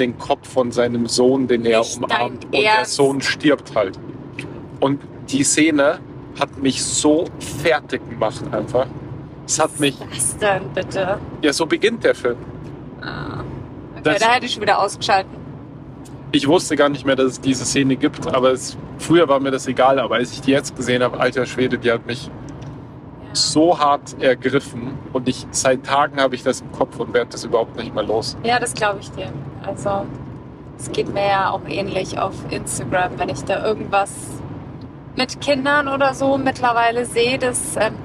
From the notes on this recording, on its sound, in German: Vom Rode-Mikro zur Iphone Sprachmemo auf der Autobahn. Nehmt Platz auf unserer Autorückbank und begleitet uns auf der A9 spät nachts irgendwo zwischen München und Berlin.